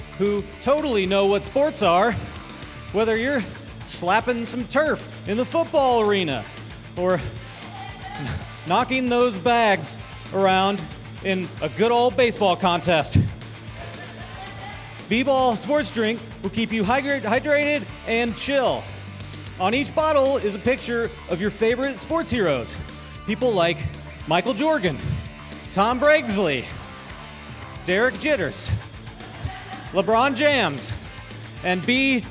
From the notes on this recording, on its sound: Recorded live at UCB's Inner Sanctum.